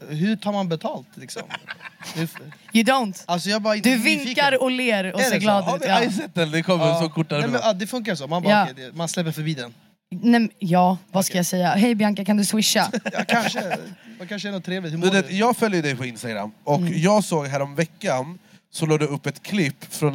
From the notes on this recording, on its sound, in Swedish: LIVE FRÅN LOLLAPALOOZA! Inspelad från Coke Studio på Lollapalooza Stockholm.